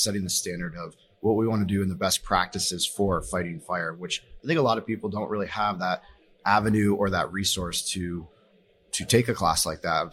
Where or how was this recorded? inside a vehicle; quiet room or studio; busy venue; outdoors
busy venue